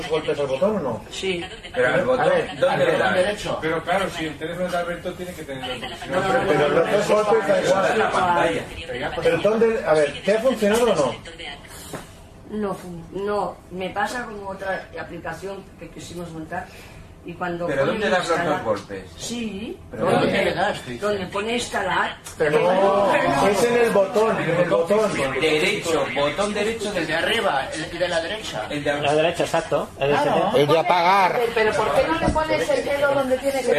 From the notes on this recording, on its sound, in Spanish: Esta vez os traemos un audio con respuestas a diversas preguntas de los asistentes a la reunión.